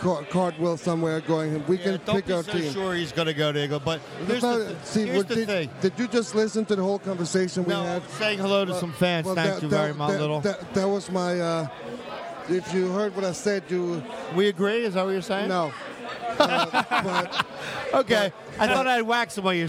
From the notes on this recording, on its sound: live from the Iron Abbey for our annual Boxing Day Special!